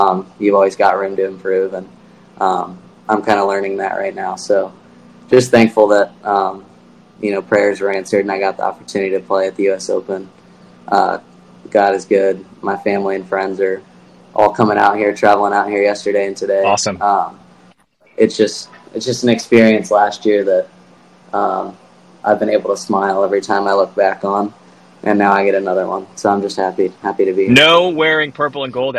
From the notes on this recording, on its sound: on the road recording from his car